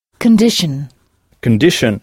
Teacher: Les mots français en T-I-O-N ont la même terminaison en anglais, mais au lieu de prononcer sion, on prononce shun. Il faut frapper la syllabe qui précède shun.